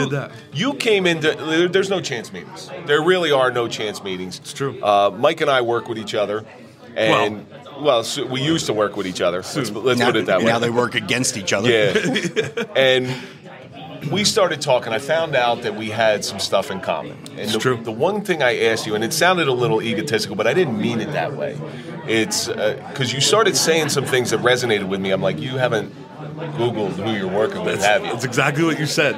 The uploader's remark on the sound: Live Event at Mickeys Bar and Grill. Tonight we are at Mickey’s bar and Grill for our three-year anniversary party and year and celebration.